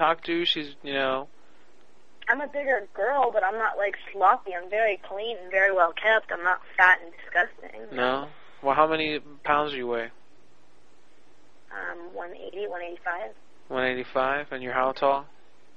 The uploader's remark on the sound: Personal Prank Phone Calls Collection